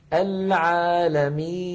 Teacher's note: النون في آخر العالمين عند الوقف عليها تسكن، فيصير زمنها مساويا لزمن العالمين، ففيها جريان ضئيل للصوت